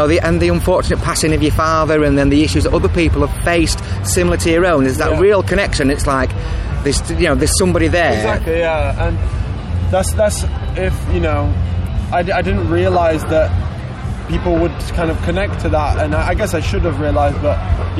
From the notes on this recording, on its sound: At this weekends Slam Dunk Festival North 2021.